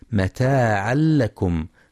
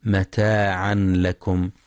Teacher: ينتبه القارئ للإدغام بغير غنة ذهاب الحرف والصفة في متاعا لكم · Shown in: first take · فلا يقرأ متاعا لكم بالإظهار.